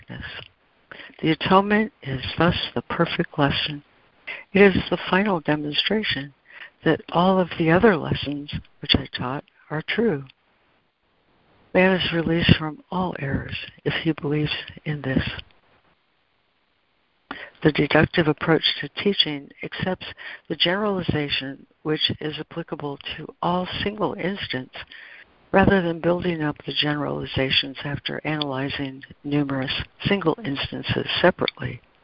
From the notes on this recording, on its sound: ACIM Daily Conference Call.